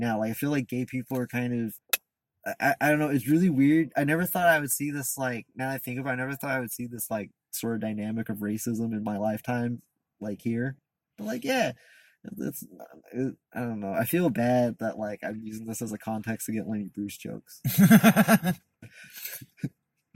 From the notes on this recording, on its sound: Recorded in the Sycamore tavern parking lot. Also, someone hits the car we're in while recording the podcast.